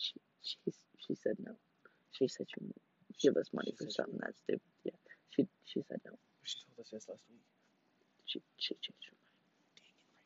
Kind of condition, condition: fault, poor sound quality